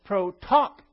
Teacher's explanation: the accent is on the omicron between the two T's